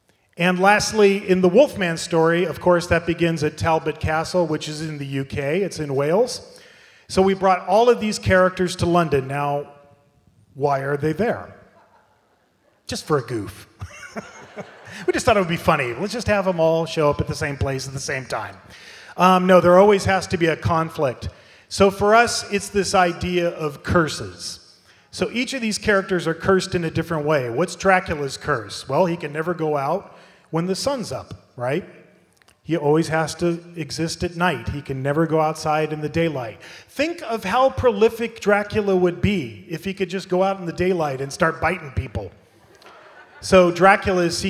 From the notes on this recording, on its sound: Halloween Horror Nights at Universal Studios Hollywood, live from Midsummer Scream. This is the full panel presentation.